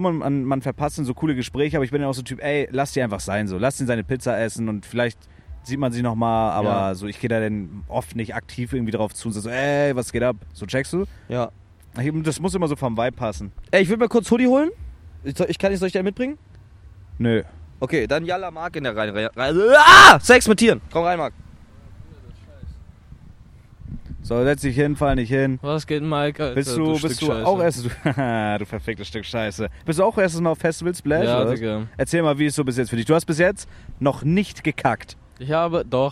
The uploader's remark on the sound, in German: Erstes Mal SPLASH! Leicht angeheitert wird live vor Ort recorded und ein bisschen Schabernack getrieben.